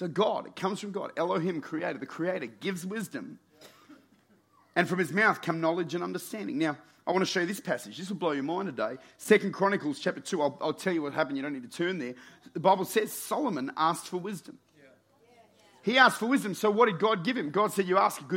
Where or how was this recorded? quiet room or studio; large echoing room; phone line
large echoing room